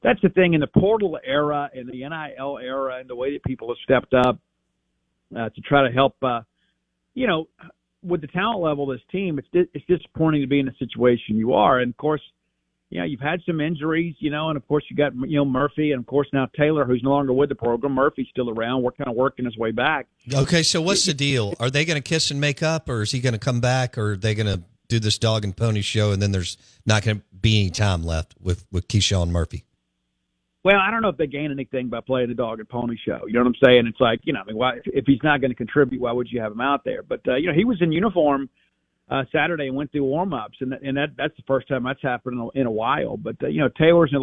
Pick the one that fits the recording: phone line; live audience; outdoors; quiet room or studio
phone line